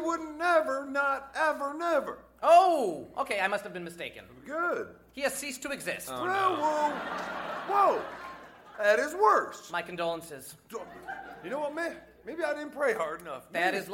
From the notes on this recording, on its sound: Recorded Live 10/3/2010 at Largo, Los Angeles.